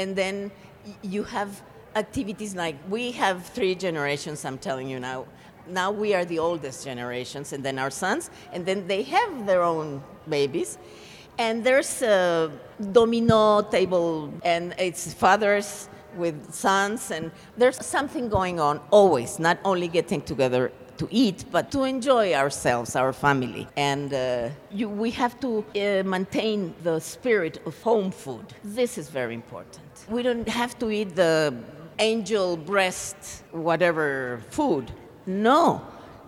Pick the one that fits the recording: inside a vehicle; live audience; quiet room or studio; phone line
live audience